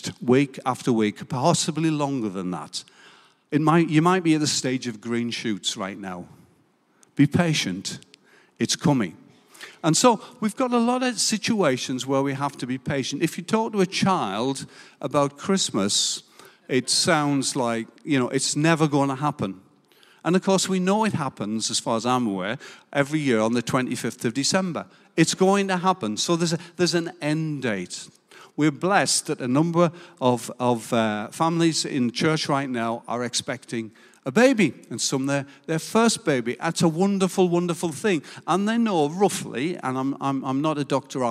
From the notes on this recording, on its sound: Recorded live at Life Church Lancashire 31st July 2022.